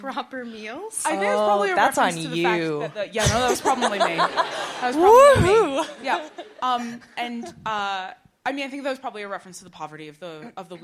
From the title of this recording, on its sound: Live and Scholarly at the U of C